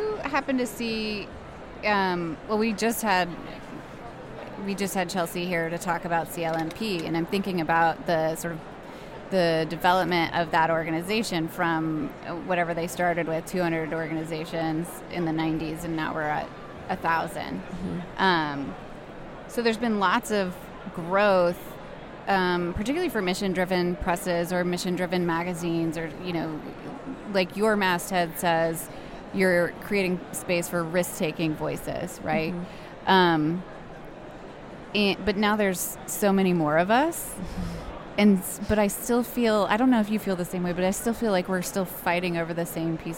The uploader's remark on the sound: from the floor of AWP (Association of Writing and Writing Program)’s Conference and Bookfair